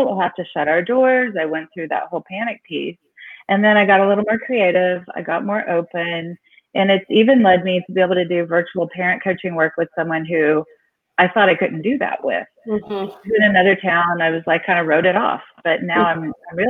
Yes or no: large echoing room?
no